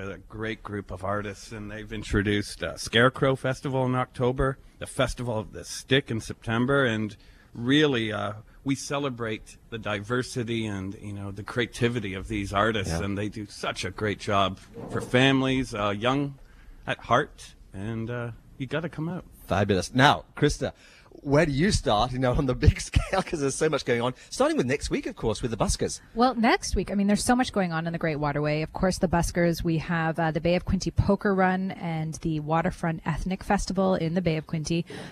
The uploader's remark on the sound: Broadcasting on location from the Discovery Centre at Fort Henry. South Eastern Ontario.